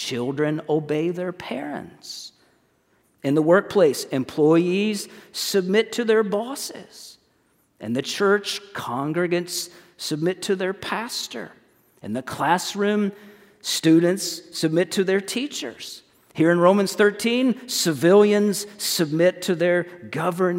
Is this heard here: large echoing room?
yes